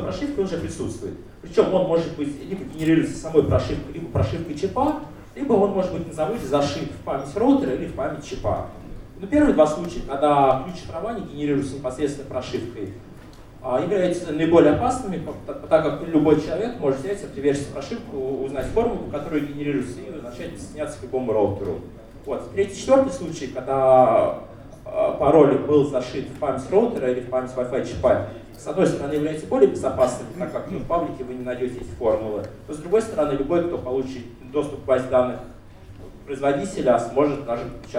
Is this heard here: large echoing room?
yes